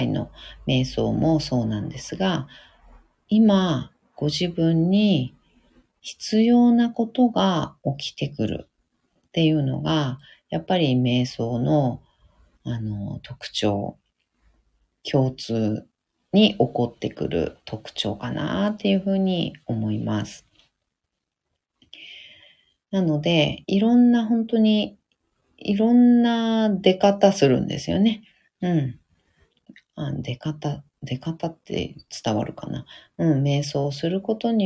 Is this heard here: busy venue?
no